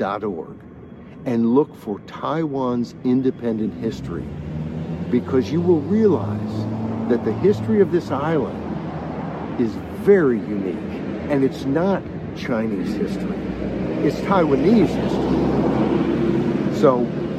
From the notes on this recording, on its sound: delivered from the streets of Taipei, Taiwan